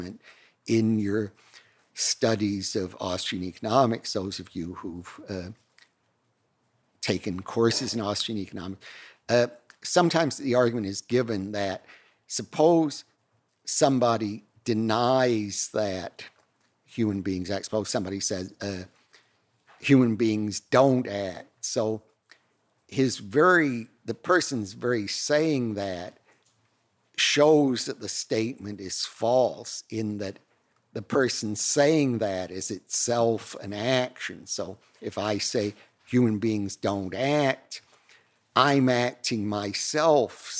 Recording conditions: large echoing room